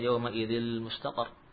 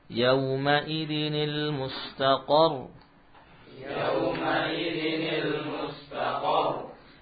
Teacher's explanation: Baik, dan ini bukan idgham tentunya, jangan dibaca yauma idil mustaqar ya, bukan idgham ya, karena lamnya sukun · Shown in: second take